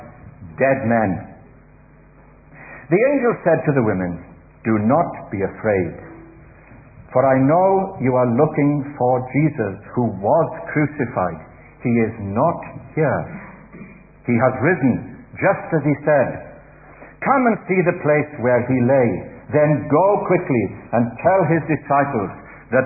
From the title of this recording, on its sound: Easter Celebration Baptismal Service - Audio